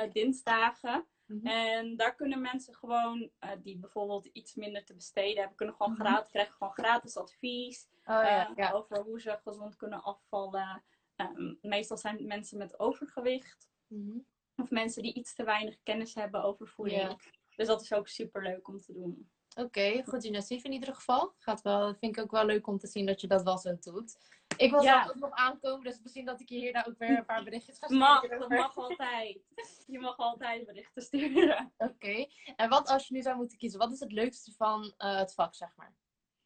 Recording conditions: video call